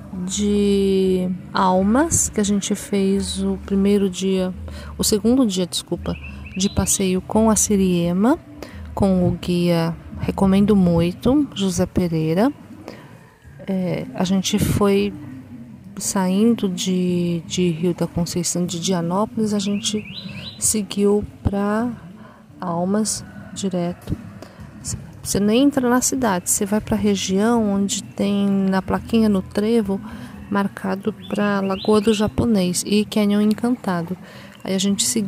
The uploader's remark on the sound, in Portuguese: Almas-Serras Gerais-Tocantins. Gravei ao vivo e mesmo com a música de fundo, não deu para disfarçar o som ambiente que tocava no local.